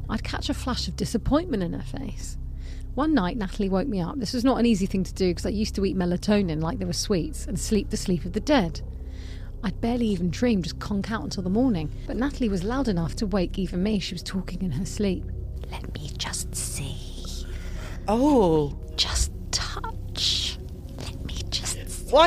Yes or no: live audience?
no